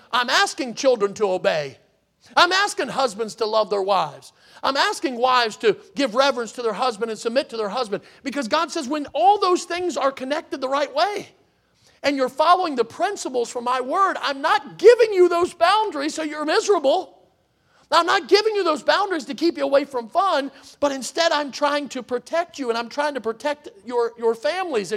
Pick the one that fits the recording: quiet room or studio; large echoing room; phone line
large echoing room